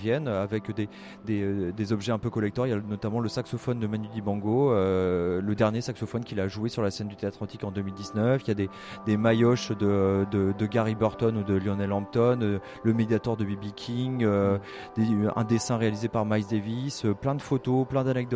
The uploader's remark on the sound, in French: En direct de Jazz à Vienne 2022